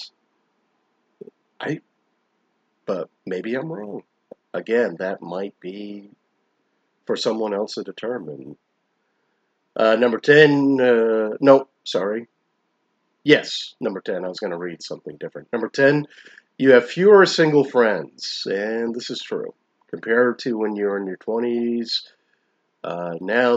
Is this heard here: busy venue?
no